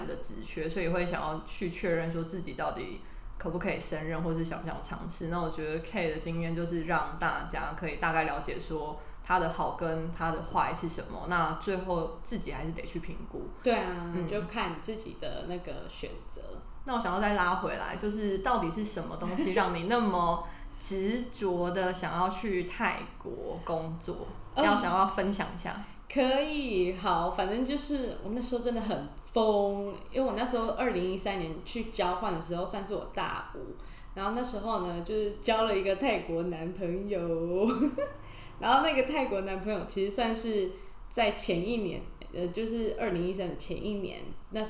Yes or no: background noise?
yes